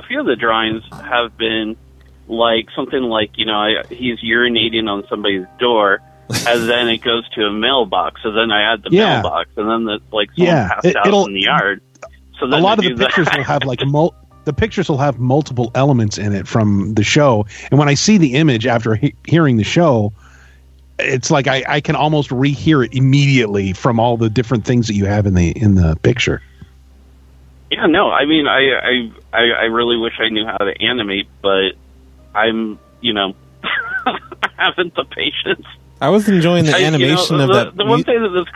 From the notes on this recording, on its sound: A late-night Thursday call-in show.